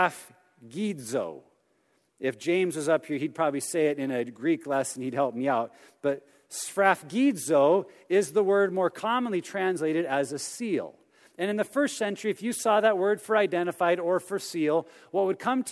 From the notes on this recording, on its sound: message from our 2017 Men's Conference